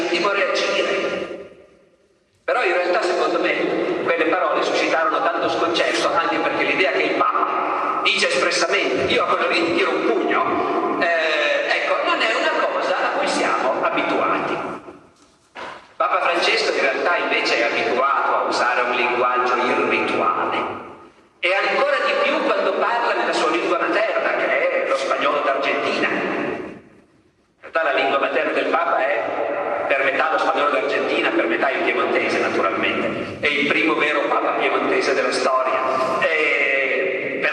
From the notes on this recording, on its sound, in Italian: all’edizione 2017 del festival Rinascimento Culturale